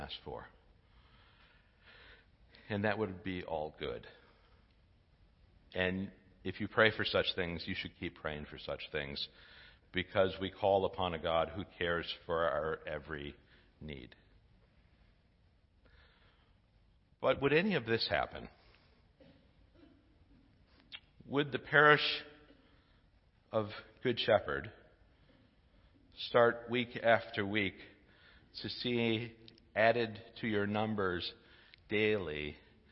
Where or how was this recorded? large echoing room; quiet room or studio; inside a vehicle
large echoing room